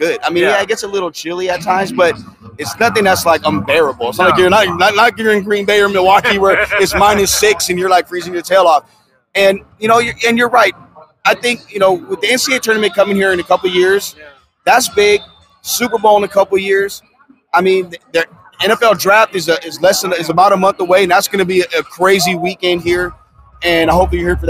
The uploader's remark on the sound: LIVE in Las Vegas from Circa Sports.